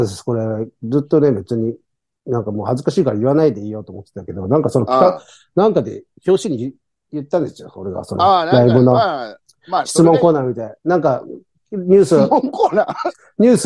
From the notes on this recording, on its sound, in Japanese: ZOOMで収録